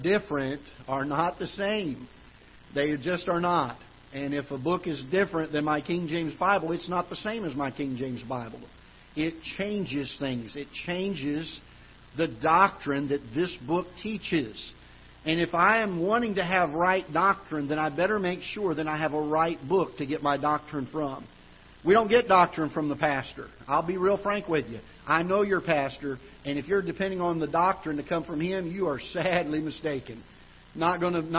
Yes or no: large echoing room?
yes